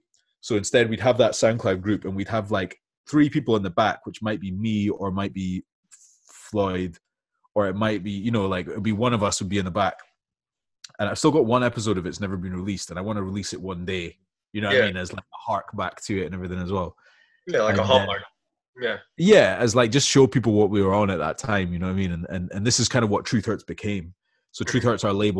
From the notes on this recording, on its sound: I honestly didn't wanna hop off the zoom call with him.